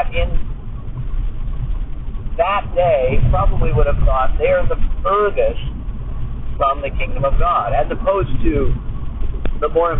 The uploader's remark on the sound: Another bad recording, but I couldn't just delete it.